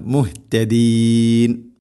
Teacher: ഹഇന്റെ മഖ്റജ് തൊണ്ടയുടെ താഴെ ഭാഗമാണ്